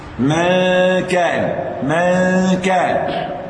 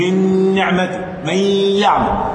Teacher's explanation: الاخفاء ما فيهوش تشديد. ما كان، ما كان. انما الادغام فيه تشديد، من نعمه من يعمل، تشديد اهو.